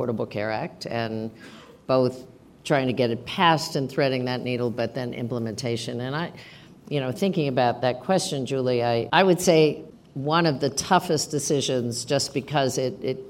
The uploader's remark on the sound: Live from Aspen. Taped before a live audience at Aspen Ideas: Health, part of the Aspen Ideas Festival, in Aspen, Colorado.